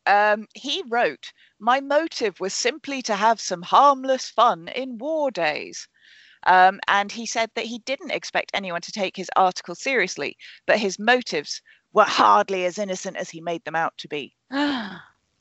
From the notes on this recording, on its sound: This episode was recorded via Skype due to lockdown